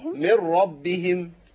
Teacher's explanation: النون هنا كانها مش موجودة خالص في الوصل. بشدد الراء.